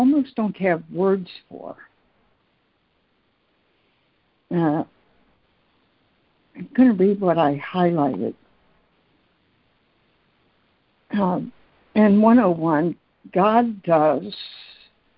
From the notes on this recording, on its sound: ACIM Daily Conference Call